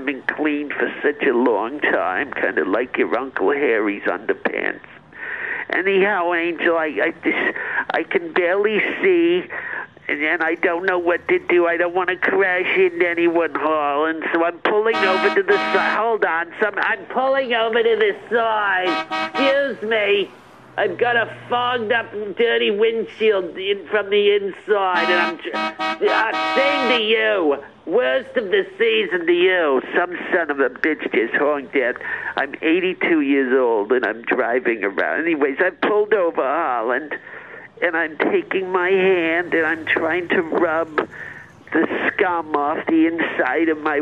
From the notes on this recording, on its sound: Leaves a phone message.